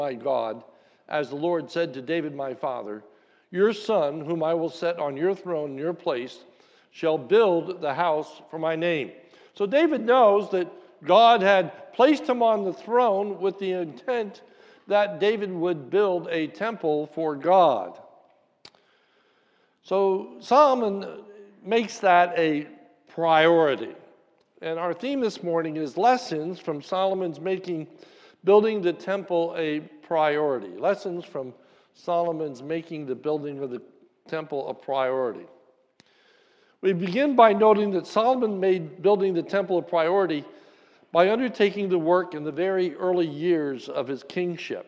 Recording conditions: large echoing room